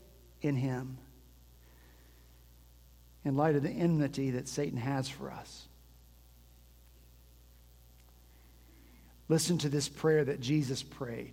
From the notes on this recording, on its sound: At Redeemer Presbyterian Church in Charleston, SC, our senior pastor began this season of Advent with a sermon